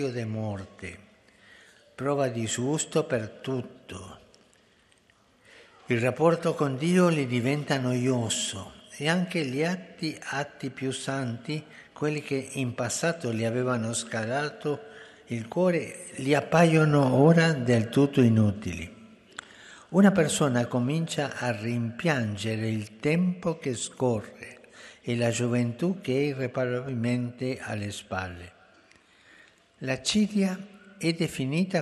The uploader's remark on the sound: FROM THE PAULVI HALL